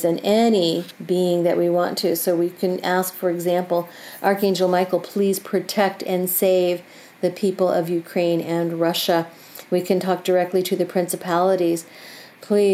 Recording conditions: sounds in the background